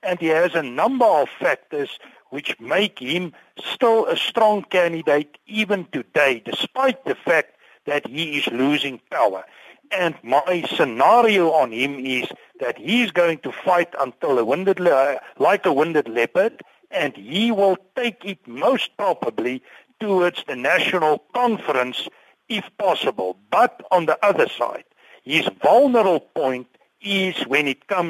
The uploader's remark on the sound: we are joined on the line